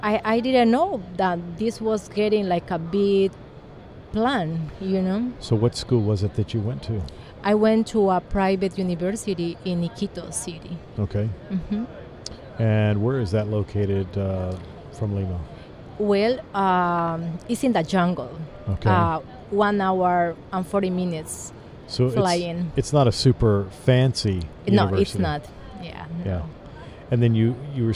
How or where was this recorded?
busy venue